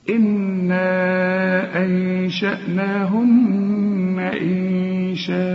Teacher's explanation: النون كل نون لازم تغن حركتين مدام عليها الشد، وبعدين هنا حنمد أربع حركات علشان بعد المد همزة.